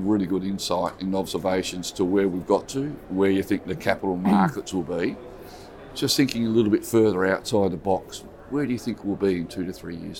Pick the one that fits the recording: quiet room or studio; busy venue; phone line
busy venue